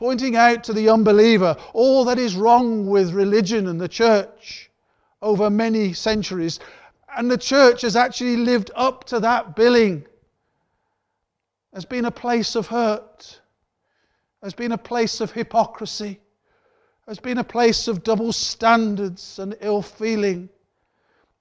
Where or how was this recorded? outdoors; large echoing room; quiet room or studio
large echoing room